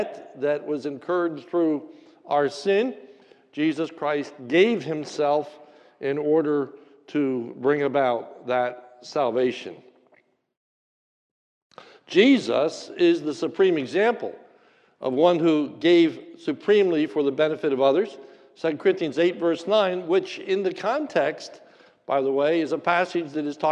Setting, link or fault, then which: setting, large echoing room